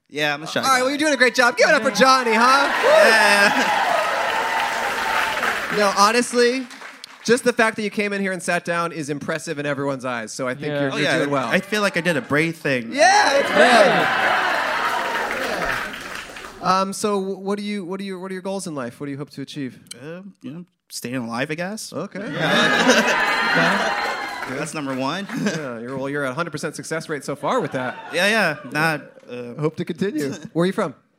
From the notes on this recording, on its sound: Podcast But Outside But Inside LIVE! Our intern wandered the streets around the venue to bring in random guests. At Dynasty Typewriter at The Hayworth Theater in Los Angeles!